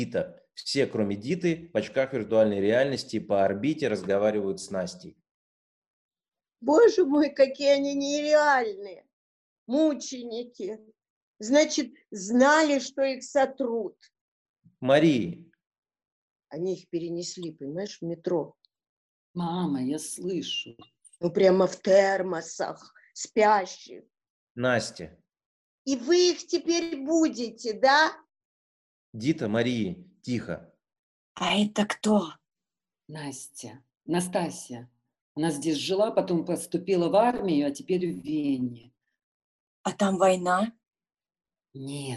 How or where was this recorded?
video call